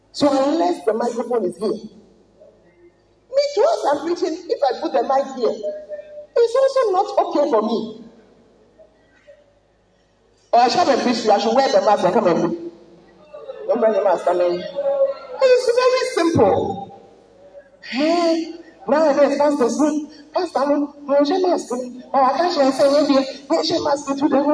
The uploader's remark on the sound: Preached at the Word Alive Service